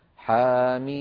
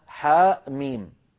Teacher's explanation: يمد كل منها بمقدار حركتين مدا طبيعيا · Shown in: first take